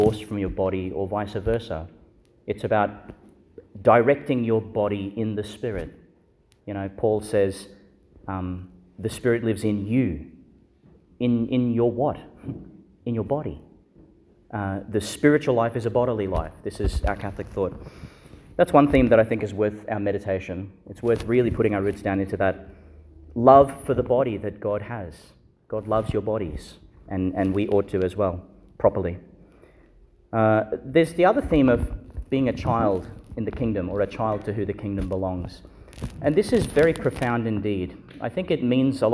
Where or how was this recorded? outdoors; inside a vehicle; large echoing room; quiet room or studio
large echoing room